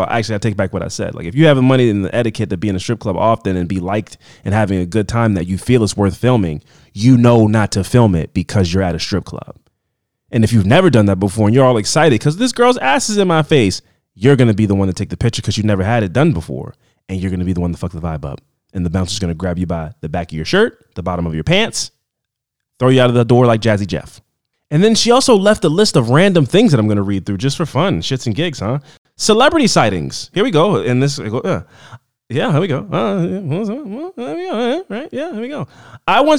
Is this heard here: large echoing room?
no